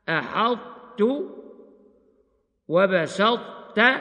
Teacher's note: أما الطاء الساكنة التي بعدها تاء من نحو أحطت وبسطت، فتظهر جميع صفاتها عدا القلقلة